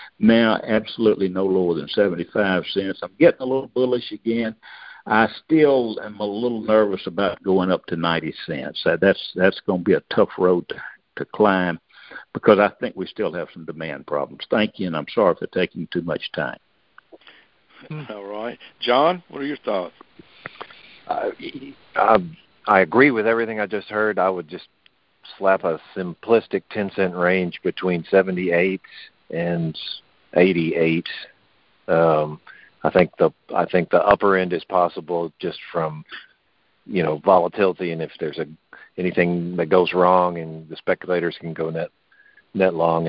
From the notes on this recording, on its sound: Monthly Cotton Conference Call